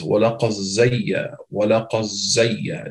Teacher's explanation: Don't read the dal at all. إِدْغَام كَامِل يعني.